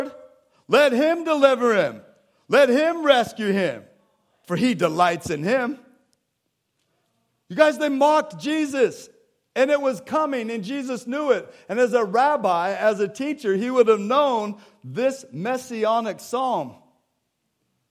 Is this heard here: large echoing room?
yes